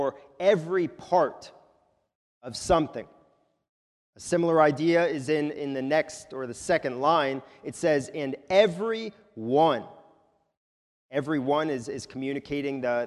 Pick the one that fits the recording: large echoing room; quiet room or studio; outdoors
large echoing room